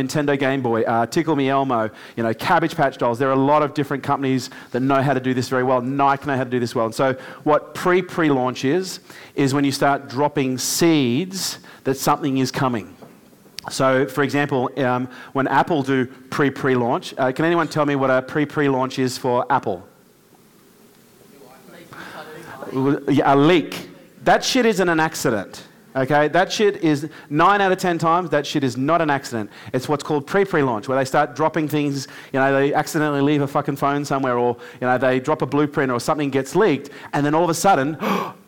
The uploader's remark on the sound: LIVE with our K2 Elite audience, this time from downtown LA